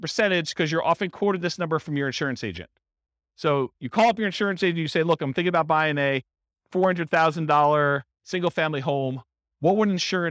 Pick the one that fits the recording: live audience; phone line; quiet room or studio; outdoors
live audience